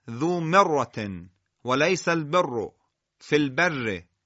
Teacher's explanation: آخرین نکته رو هم من اینجا خدمت شما عرض بکنم و اونم این هستش که بعضی ها در بعضی از کلمات مثل کلماتی که مشدد هستن، ذو مرتن و لیس البر فی البر، رای مشدد رو میان نیمی مفخم و نیمی مرقق ادا میکنن، یعنی با حالت تفخیم و ترقیق تو امان ادا میکنن.